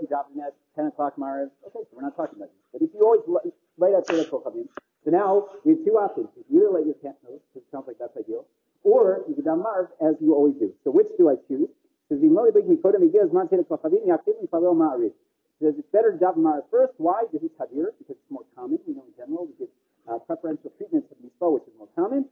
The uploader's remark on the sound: The audio quality is, unfortunately, very poor